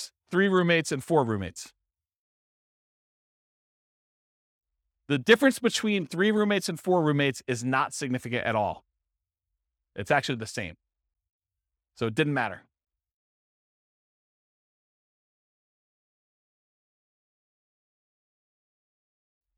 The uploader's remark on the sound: This was a live class recorded